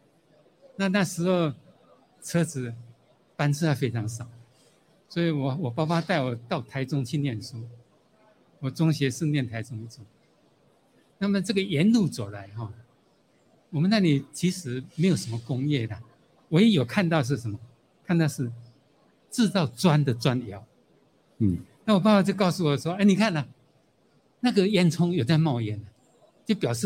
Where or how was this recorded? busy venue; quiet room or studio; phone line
busy venue